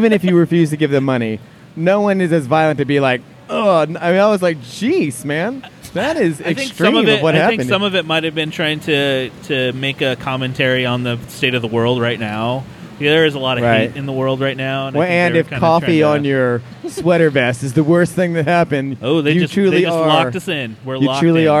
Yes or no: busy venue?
yes